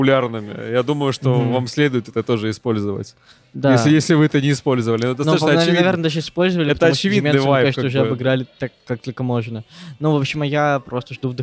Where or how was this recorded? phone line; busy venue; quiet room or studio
busy venue